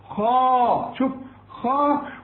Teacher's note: الخاء في عموم القرآن مفخمة، وبالذات إذا كانت مفتوحة وبعدها ألف بتبقى تخينة أوي